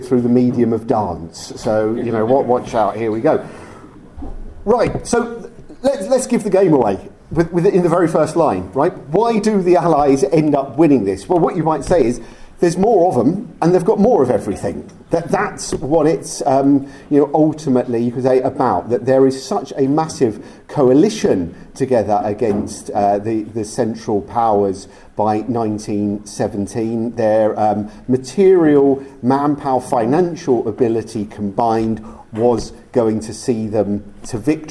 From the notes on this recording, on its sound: Recorded live at the Cork Great War Conference in October 2023.